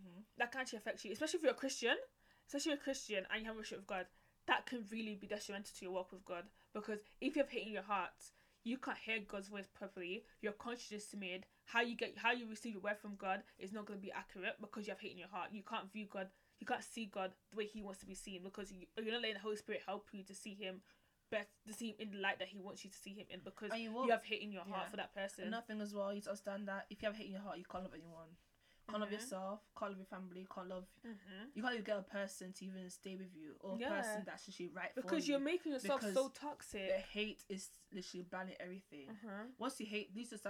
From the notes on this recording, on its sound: Please listen with earphone sorry for how low the audio is we are getting it sorted.